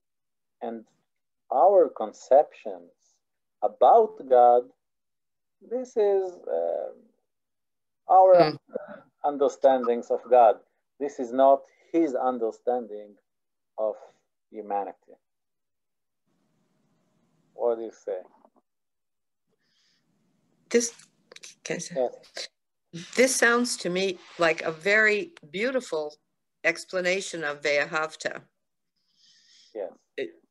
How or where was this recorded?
video call